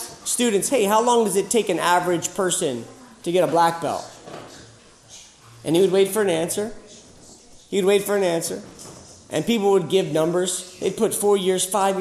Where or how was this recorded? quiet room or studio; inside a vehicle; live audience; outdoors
live audience